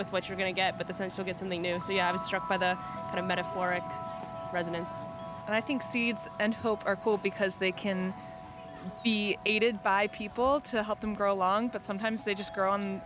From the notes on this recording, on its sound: SeedBroadcast asked folks at the 2022 Smithsonian Folklife Festival X Earth Optimism Festival